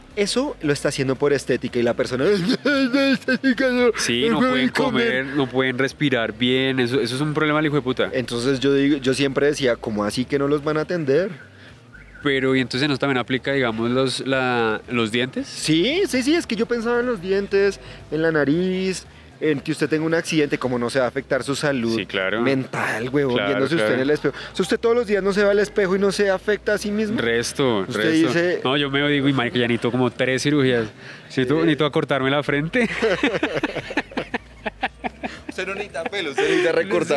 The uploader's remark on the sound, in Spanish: Nuestro primer capitulo en vivo en la calle, hablando enfrente de la gente y seguro de muchas personas que jamás nos han escuchado.